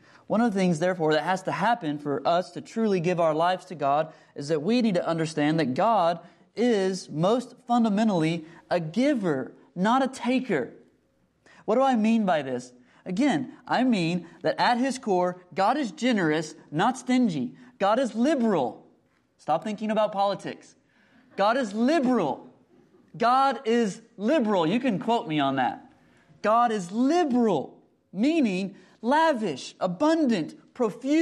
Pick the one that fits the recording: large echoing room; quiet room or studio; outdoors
large echoing room